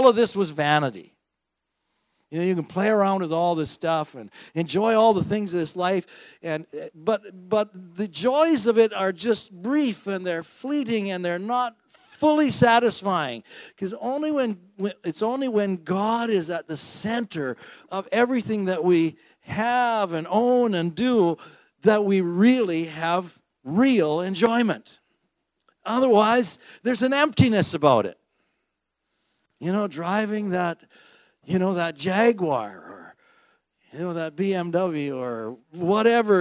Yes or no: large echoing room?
yes